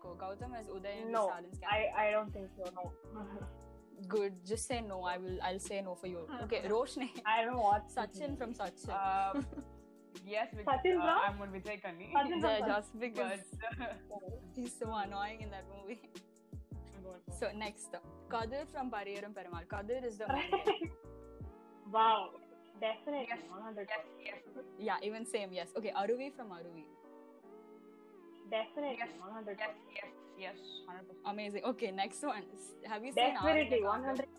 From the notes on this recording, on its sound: I'm aware that the audio is messed up. I wouldn't intentionally interrupt my friends.